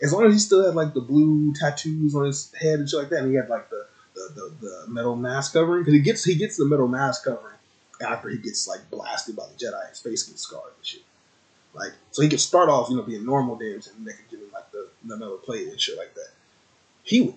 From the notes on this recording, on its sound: Slight Audio issues in this episode